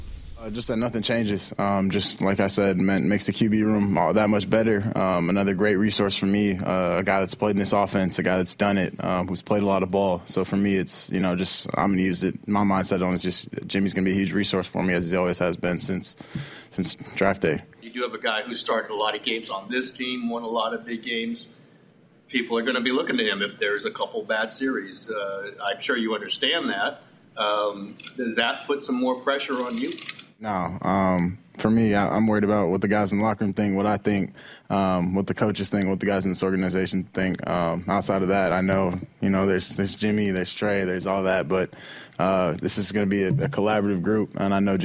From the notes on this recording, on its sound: press conference